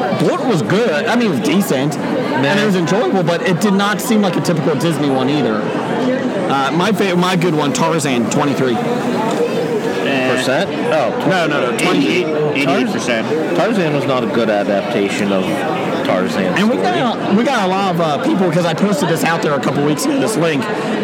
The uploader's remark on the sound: recorded at the 2017 Cincinnati Comic Expo